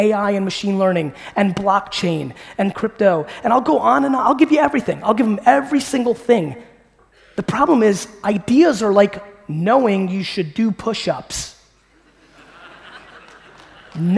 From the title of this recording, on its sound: A Keynote: Business Squared Sydney, AUS